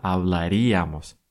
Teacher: Помните, всегда ударение будет на «ия». Всегда, во всех формах.